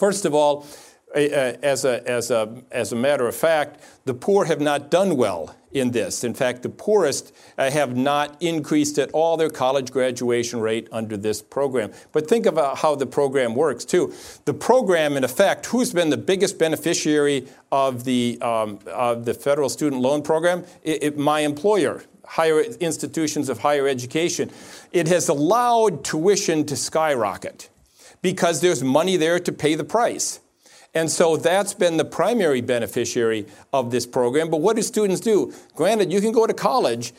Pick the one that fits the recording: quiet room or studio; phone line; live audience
live audience